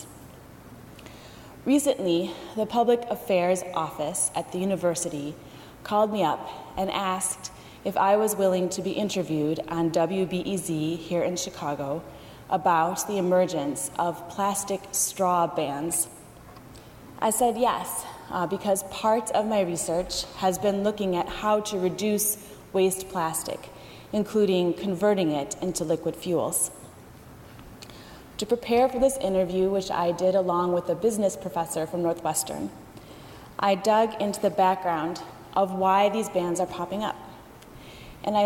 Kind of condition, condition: setting, large echoing room